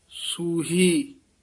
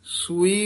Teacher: ਰਾਗ ਸੂਹੀ ਹਾਹੇ ਨਾਲ ਉਚਾਰਨ ਕਰਨਾ। ਕਈ ਸੂਈ ਕਹਿ ਜਾਂਦੇ ਹਨ · Shown in: first take · ਈੜੀ ਲਾ ਜਾਂਦੇ ਨੇ, ਧਿਆਨ ਨਾਲ ਰਾਗ ਦਾ ਸ਼ੁੱਧ ਨਾਮ ਉਚਾਰਨ ਕਰਨਾ।